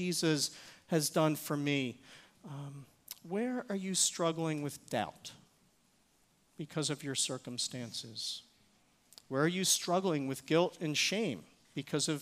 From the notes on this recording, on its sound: Recorded service from January 7, 2024.